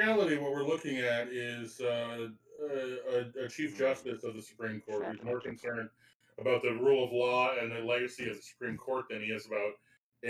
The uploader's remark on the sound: We sound like Robots as we podcast from home still.